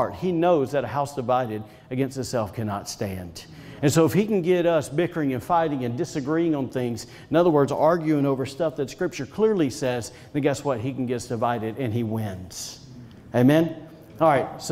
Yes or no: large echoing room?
yes